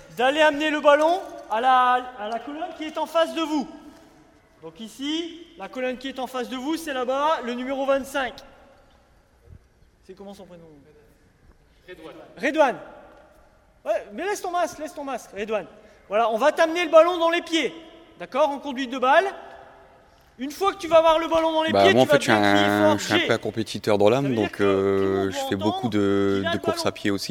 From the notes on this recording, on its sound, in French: en direct de la maison des associations de Tourcoing